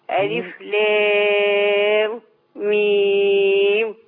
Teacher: هيسكت على ألف ويسكت على لام ويسكت على ميم